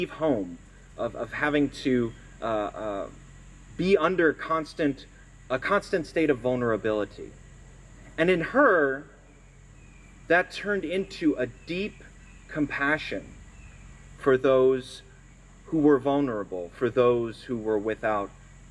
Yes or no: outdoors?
yes